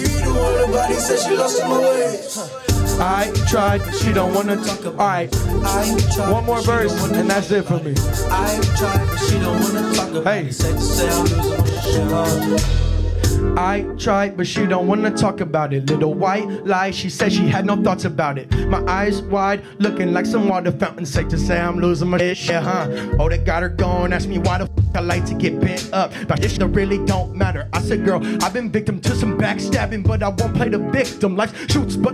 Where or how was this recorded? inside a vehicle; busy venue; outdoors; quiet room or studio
busy venue